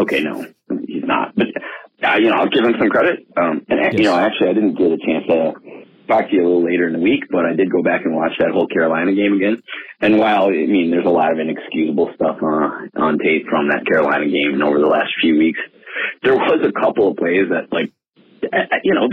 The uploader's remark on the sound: In this episode of our Packers call-in show, we engage with fans to dissect key topics surrounding the team.